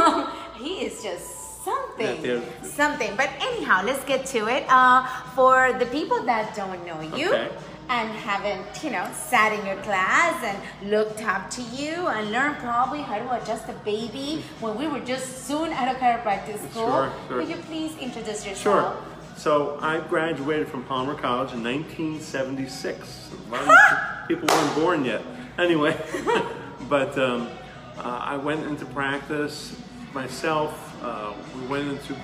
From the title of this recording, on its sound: NAKED chat live from Lyceum